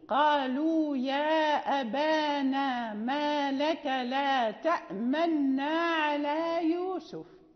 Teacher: نونين ولكن باختلاس الحركة، يعني لا ننطق بنونين ظاهرين · Term: الاختلاس